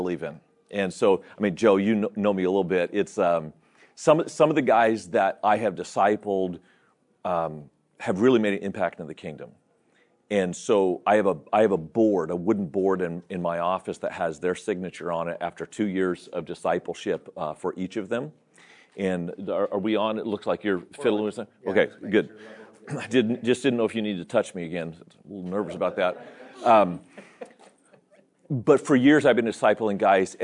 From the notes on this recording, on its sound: This episode is from Renew, recorded at the National Disciple Making Forum.